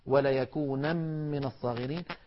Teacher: طبعا النون تدغم في الوصل، وليكونن من الصاغرين، فإن وقفنا عليها اضطرارا أو اختبارا نقف وليكونا وليكونا.